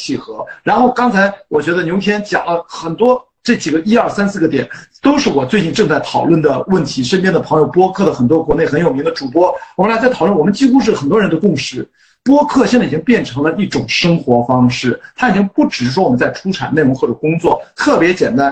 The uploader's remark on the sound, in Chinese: 本期内容因为是在知乎平台上的连线直播，所以音质跟平时录音机录制相比有明显下降。